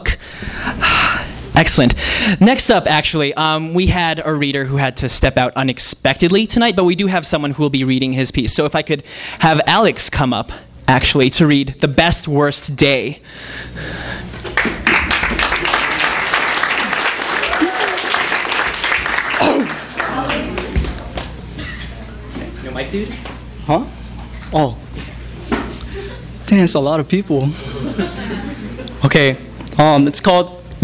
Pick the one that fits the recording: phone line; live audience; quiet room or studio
live audience